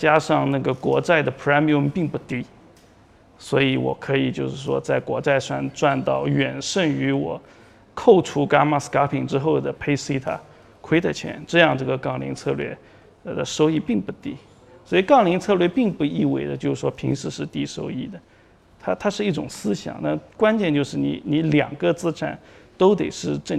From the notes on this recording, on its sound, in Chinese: 本期音频来自2019DNOC期权夏季嘉年华，圆桌论坛部分内容分享。